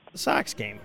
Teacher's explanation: a nice token of the fronted ah again in Sox. Sox game.